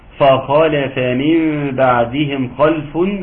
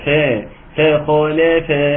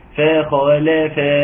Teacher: ترقيق الفاء فا فخالف وتحقيق الحركات فخالف